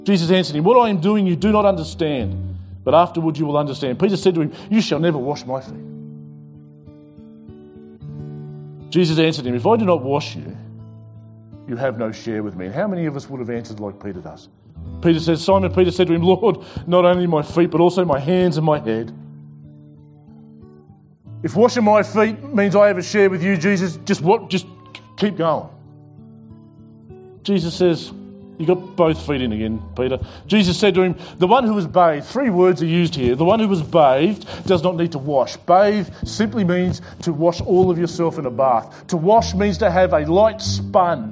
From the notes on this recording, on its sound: This sermon was preached at The Rock Christian Church on Sunday 21st February 2021.